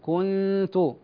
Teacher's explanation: النون في حالة الإخفاء تقرب من الحرف الذي بعدها